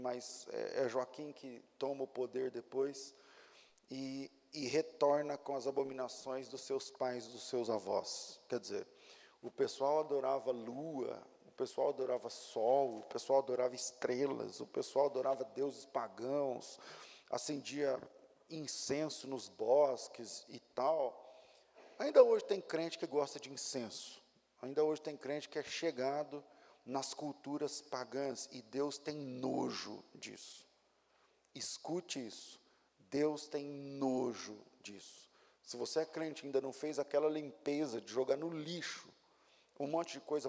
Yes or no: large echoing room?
yes